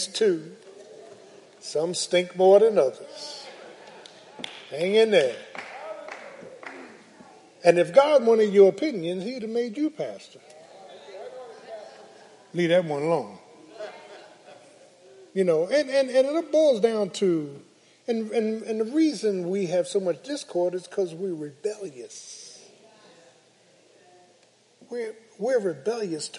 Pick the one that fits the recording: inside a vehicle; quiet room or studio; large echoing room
large echoing room